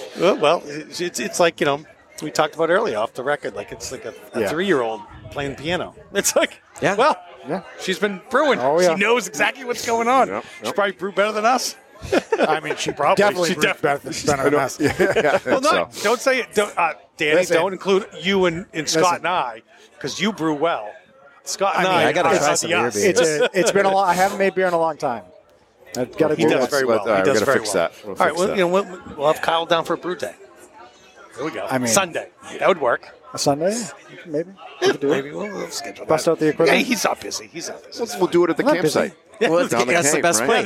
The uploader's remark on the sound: taped at the Equilibrium and Friends event at Six West